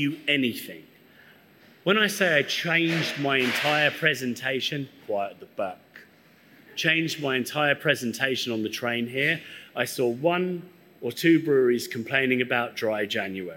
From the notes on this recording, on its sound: speak at our Brewers Lectures event hosted at Azvex Brewing Company in Liverpool